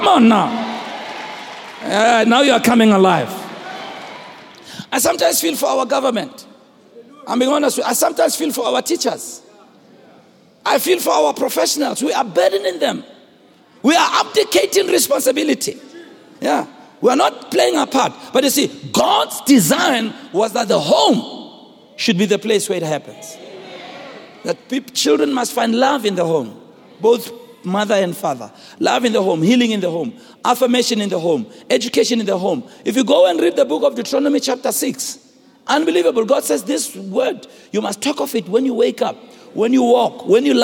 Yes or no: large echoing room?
yes